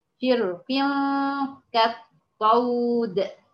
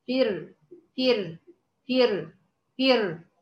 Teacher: الراء ساكنه وقبلها كسر اصلي في نفس الكلمه، وده يؤدي الى ايه؟ الترقيق، يعني يوجب الترقيق.